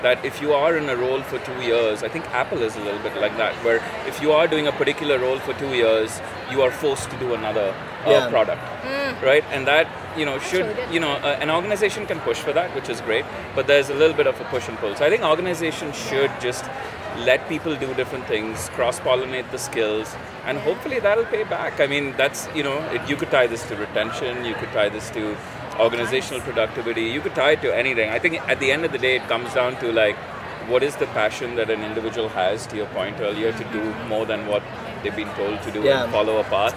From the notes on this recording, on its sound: live from the Transform Conference in Las Vegas